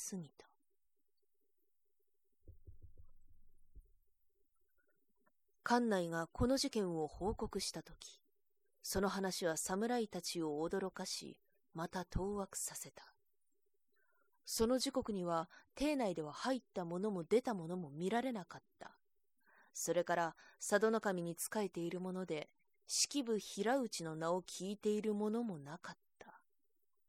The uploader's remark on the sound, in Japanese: 自宅録音ですのでノイズなどはご了承くださいませ。